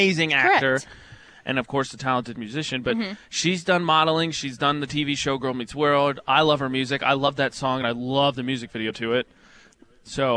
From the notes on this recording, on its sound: broadcast live from Bear River High School